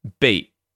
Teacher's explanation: But with beat yourself, I find myself using the glottal stop to stop it in my throat instead of in my mouth